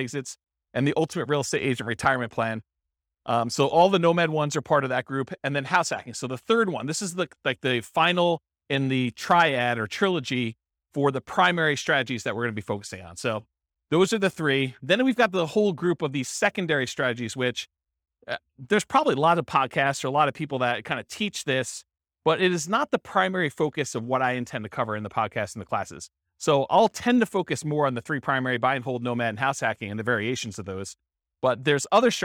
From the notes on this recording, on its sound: This was a live class recorded